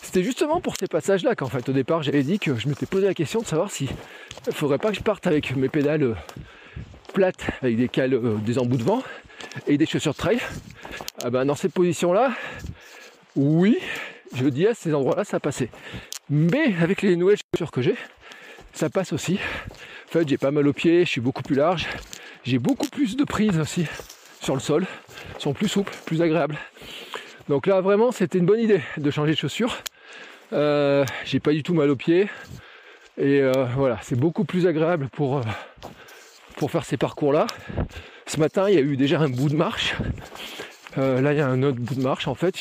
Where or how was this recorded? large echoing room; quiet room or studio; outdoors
outdoors